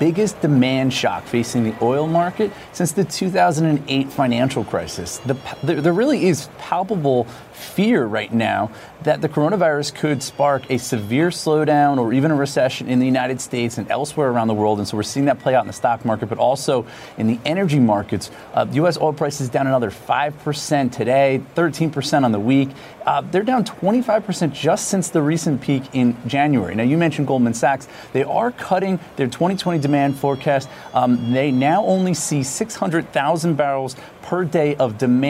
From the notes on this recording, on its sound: is live from The New York Stock Exchange